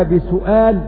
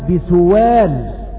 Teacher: يبدل الهمزة واوا خالصة · Shown in: second take